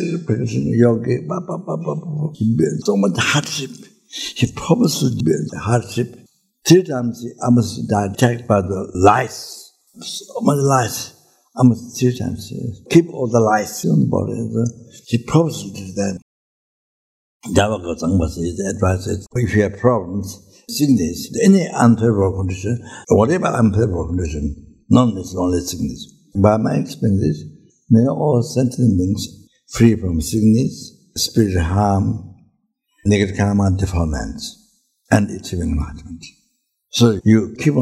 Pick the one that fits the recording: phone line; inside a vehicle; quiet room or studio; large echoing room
large echoing room